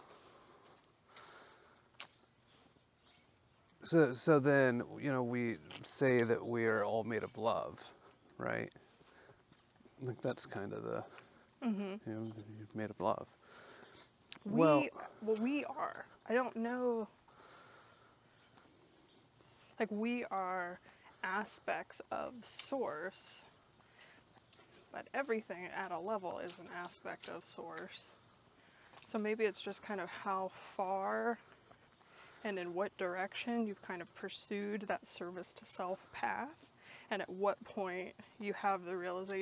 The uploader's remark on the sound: Listen in as we walk and talk.